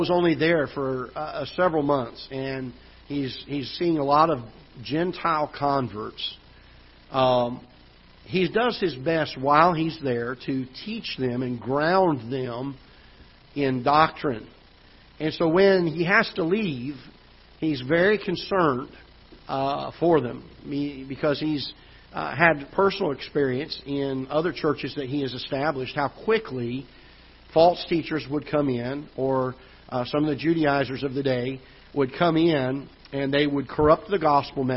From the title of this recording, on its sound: Ketha Heights Baptist Church ~ Live Broadcast